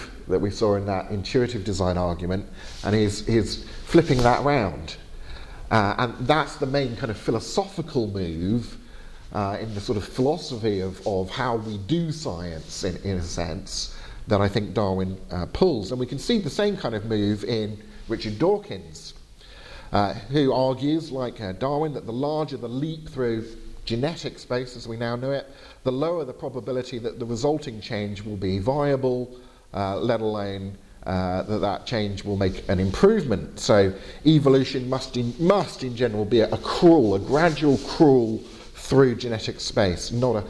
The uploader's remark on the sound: Lecture given on April 25th 2019 at Gimlekollen College, NLA University, Norway.